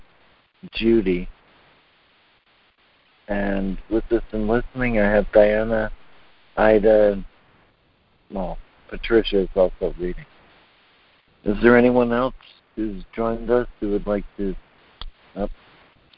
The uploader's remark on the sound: ACIM Daily Conference Call